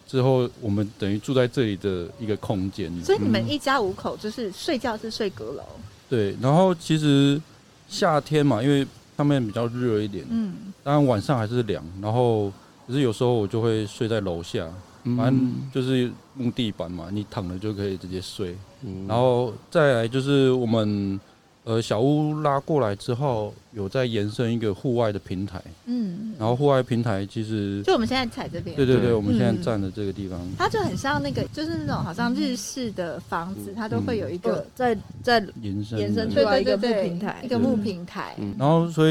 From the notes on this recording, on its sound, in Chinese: 本集因戶外錄製偶有環境音干擾，敬請見諒！